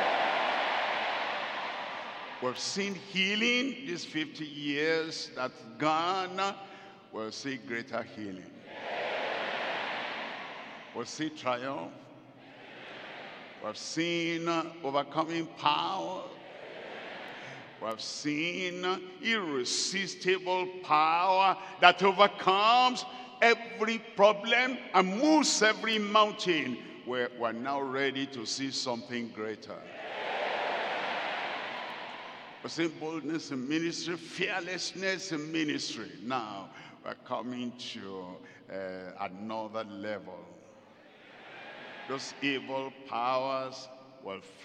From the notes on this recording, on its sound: At the 50th Anniversary Celebration Service live from Deeper Life Bible Church Headquarters, Gbagada, Lagos, Nigeria.